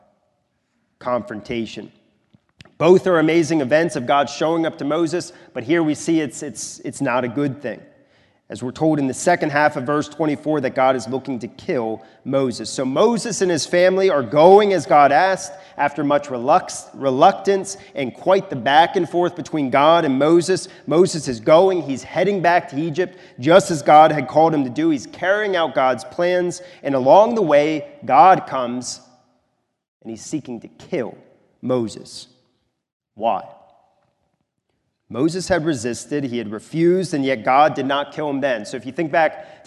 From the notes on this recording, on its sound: This is a sermon recorded at the Lebanon Bible Fellowship Church in Lebanon, PA during the evening worship service on 2/25/2024